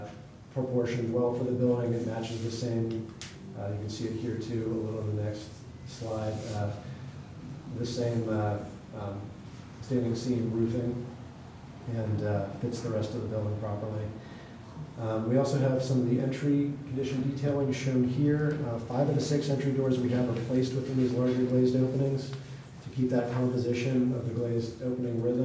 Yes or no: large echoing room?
yes